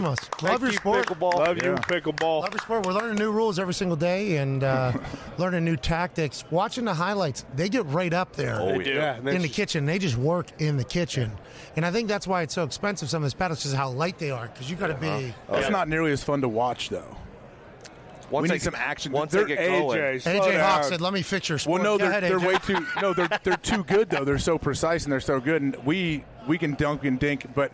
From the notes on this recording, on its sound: Super Bowl Thursday from Radio Row. LIVE from radio row in BEAUTIFUL Phoenix, Arizona for this Super Bowl Thursday.